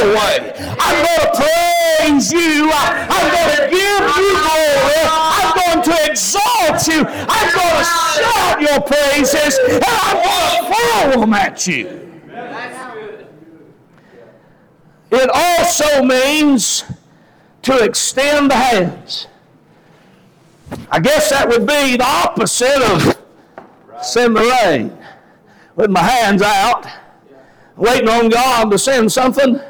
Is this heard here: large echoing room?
yes